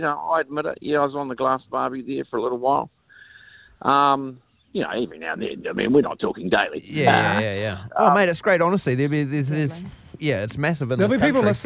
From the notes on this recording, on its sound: over the phone